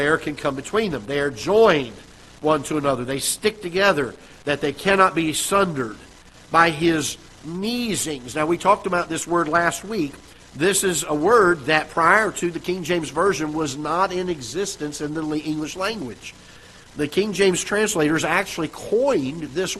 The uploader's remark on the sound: Ketha Heights Baptist Church ~ Live Broadcast